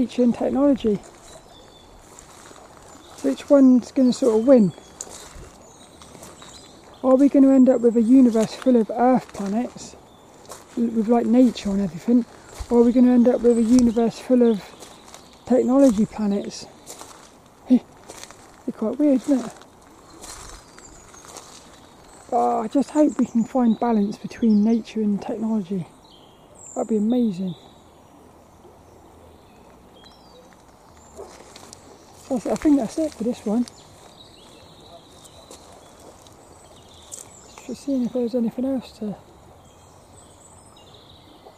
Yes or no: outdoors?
yes